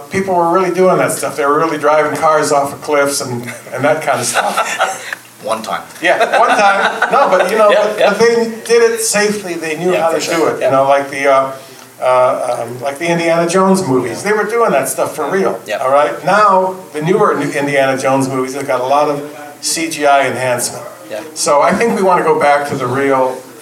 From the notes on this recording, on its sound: From the Urban Action Showcase & Expo 2023, the Kung Fu Drive-In Podcast hosted the MARTIAL ARTS IN CINEMA Panel.